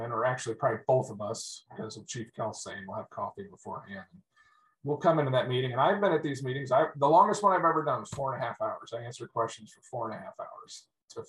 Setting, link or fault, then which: link, video call